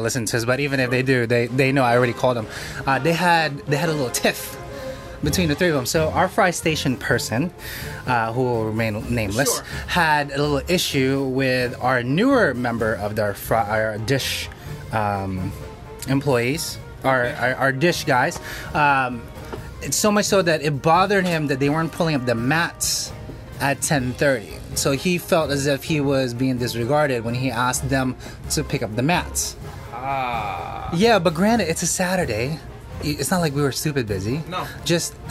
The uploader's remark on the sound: Live in the restaurant